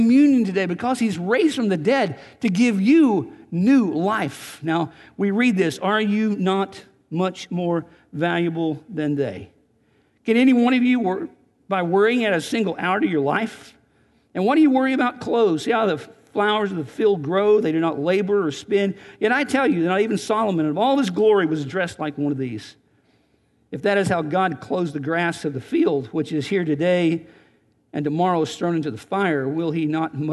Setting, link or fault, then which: setting, large echoing room